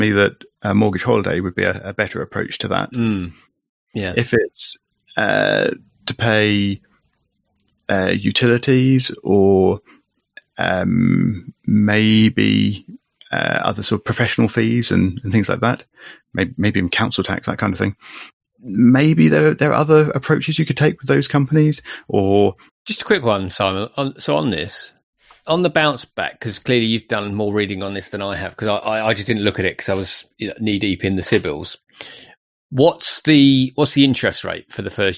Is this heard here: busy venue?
no